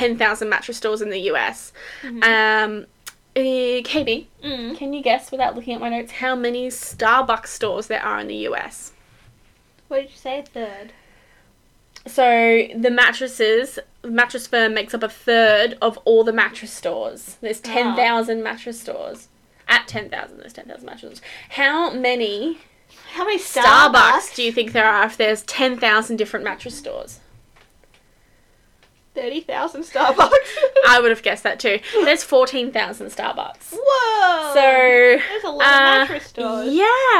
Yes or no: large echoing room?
no